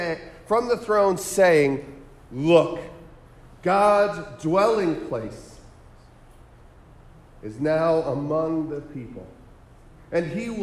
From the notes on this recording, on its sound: Sermon preached on December 17, 2023 at The Salvation Army Kroc Center